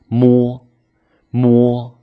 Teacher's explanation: 分好心，说好话，让我们一起做更好的自己。大家好，欢迎来到青年好声音，普通话百日训练。今天我们要学习一个双唇音，其实它又是一个鼻音，摸，摸。发这个音的时候呢，同样双唇紧闭，摸。软腭下降堵住口腔，气流从鼻子里出来，鼻腔震动